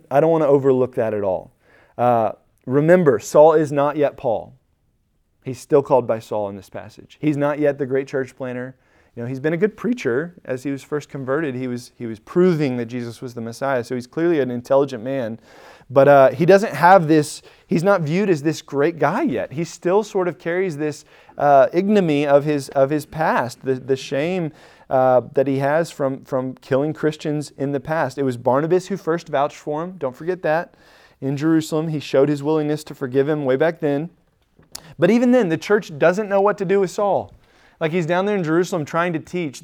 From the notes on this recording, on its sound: Recorded at Emmaus Church in Buford, GA on Wednesday, Dec 7, 2022.